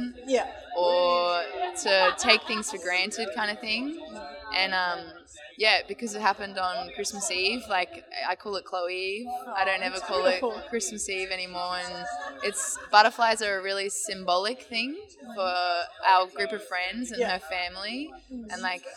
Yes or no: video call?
no